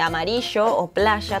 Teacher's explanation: esa fricción en la articulación del sonido, ese sh de amarillo o playa